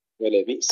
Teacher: الهمزة الساكنة ننتبه إلا نقلقلها